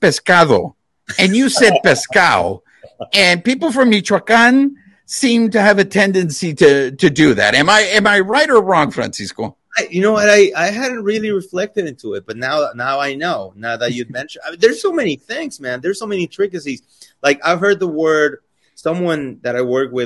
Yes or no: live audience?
no